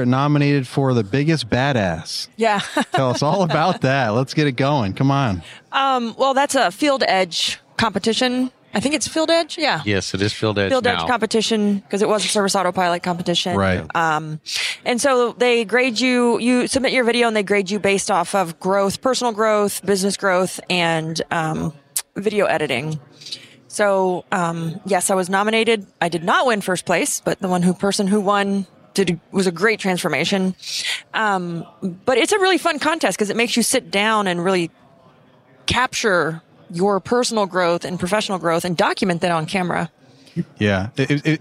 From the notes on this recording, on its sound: Pod-Row at Synkd LIVE